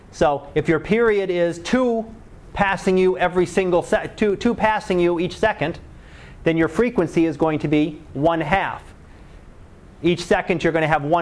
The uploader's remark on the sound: Live Class Lecture